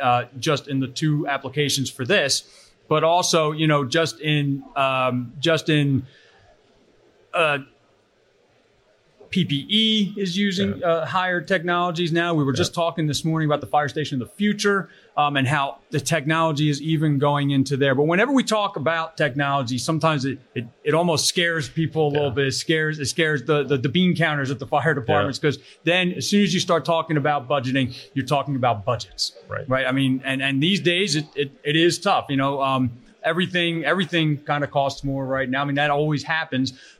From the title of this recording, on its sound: Live at FDIC